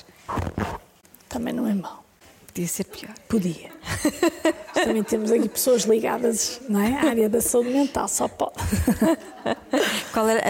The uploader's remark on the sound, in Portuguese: Gravado ao vivo no Auditório de Vila Nova de Gaia.